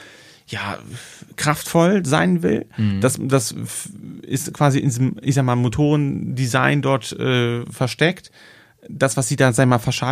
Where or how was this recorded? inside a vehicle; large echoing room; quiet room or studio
quiet room or studio